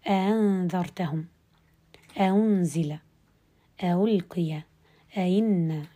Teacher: الثانية إما مفتوحة أو مكسورة أو مضمومة أتيا في نفس الكلمة الحكم فيها تسهيل الهمزة الثانية في الثلاثة أحوال